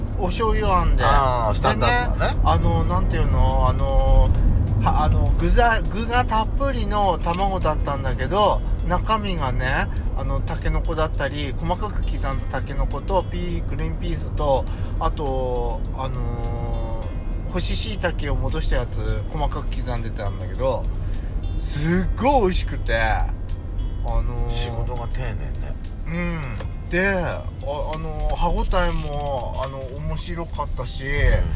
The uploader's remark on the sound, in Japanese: パーキング収録